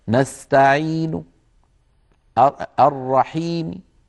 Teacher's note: وأما إذا وقفت بالروم وهو بعض الحركة فليس لي أن أقف إلا بالقصر، القصر يعني حركتين